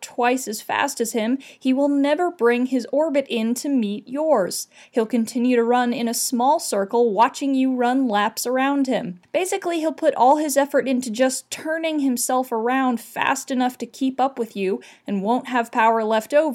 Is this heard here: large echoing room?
no